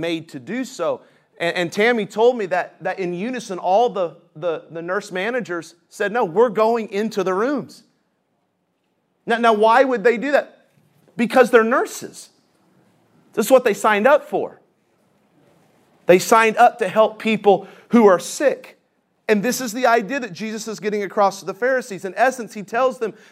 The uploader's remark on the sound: This session is from the Spiritual Leadership Conference in Lancaster California.